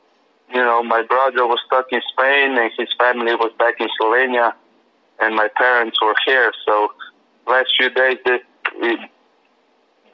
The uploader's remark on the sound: the Miami Heat set up a conference call